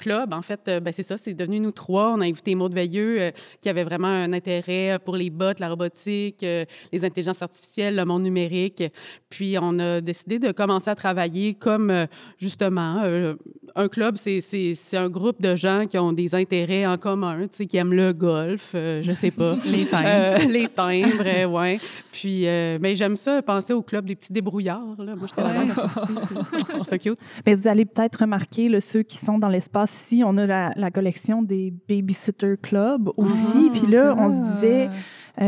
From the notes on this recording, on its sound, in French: À l’occasion du festival Tendresse! Organisé par le Centre d’artistes Caravansérail de Rimouski. Dans le cadre d’un épisode enregistré devant public. Au moment d’enregistrer cet épisode, le collectif achevait tout juste une résidence de création d’une semaine à Caravansérail dans le cadre de Tendresse!